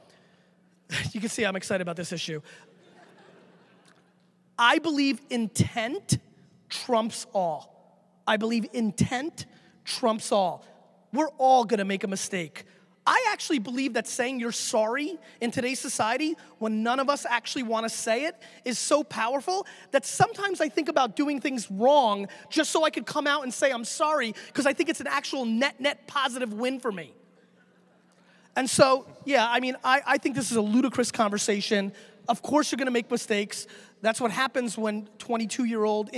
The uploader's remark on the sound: a keynote that I gave back at SXSW 2014